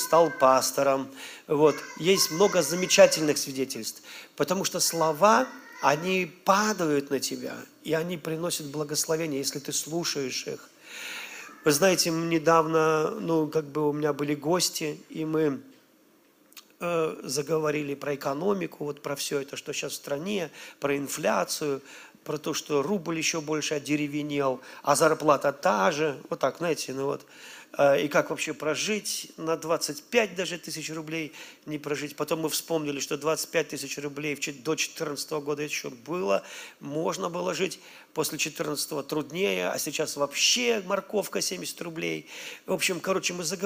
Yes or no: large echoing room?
yes